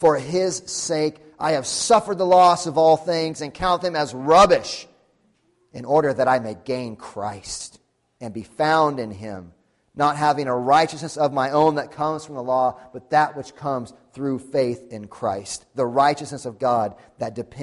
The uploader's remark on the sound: Sunday Morning Sermon Audio